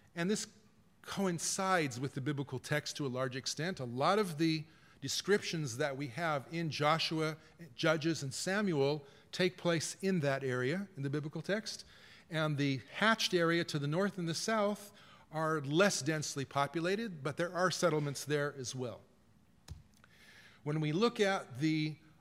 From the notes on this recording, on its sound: This lecture was live streamed. This audio recording was originally presented as an illustrated lecture.